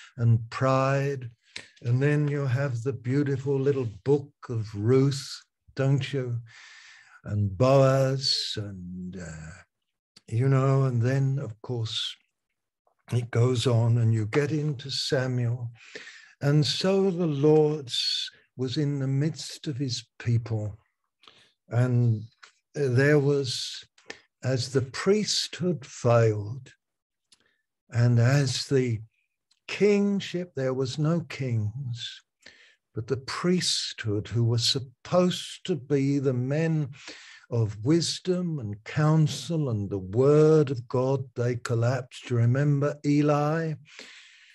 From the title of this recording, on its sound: Malaysia Meets (Zoom)